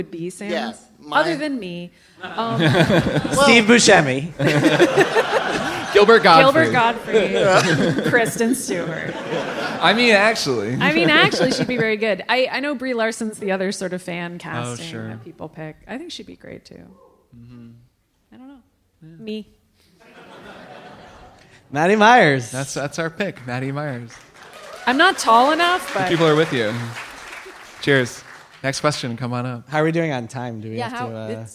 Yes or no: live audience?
yes